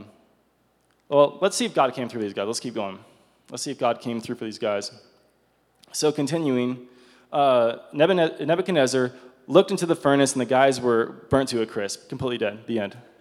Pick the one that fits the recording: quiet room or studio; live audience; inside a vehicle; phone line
live audience